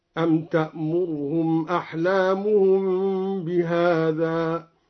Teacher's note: قرأ الدوري باختلاس ضمة الراء أو إسكان الراء